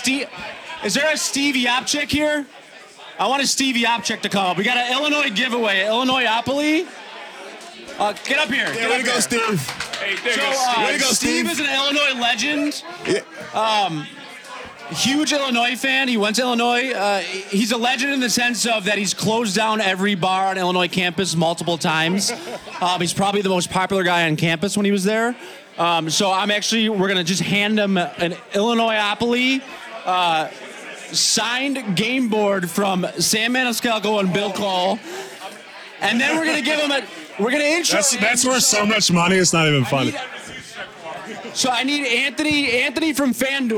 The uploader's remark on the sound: LIVE FROM OVER UNDER